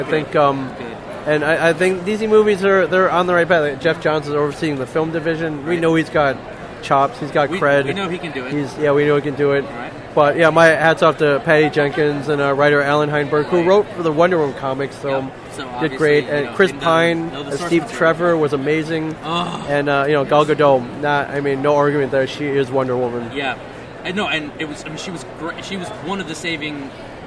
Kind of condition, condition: setting, busy venue